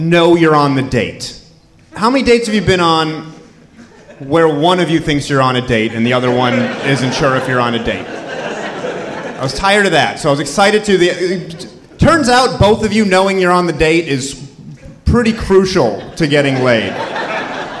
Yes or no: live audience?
yes